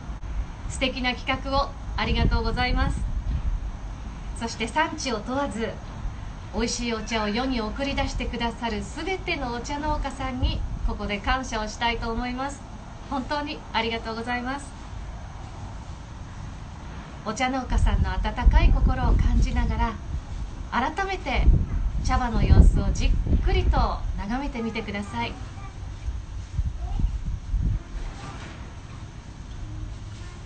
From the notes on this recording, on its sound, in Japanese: インスタライブの音声です